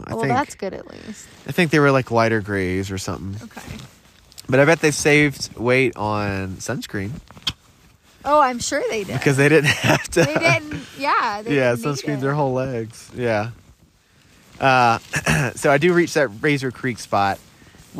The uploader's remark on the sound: we are recording from our tent in the middle of the CO frozen backcountry ON the Colorado Trail